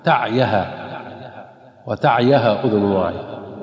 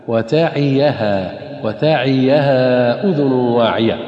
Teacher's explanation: أخطاء في سورة الحاقة: وتعيها أذن واعية، البعض ينطقها خطأ بسكون العين تعيها وتعيها أذن واعية، والصواب كسر العين وفتح الياء · Shown in: second take · من وعى يعي وتاعيها وتاعيها أذن واعية.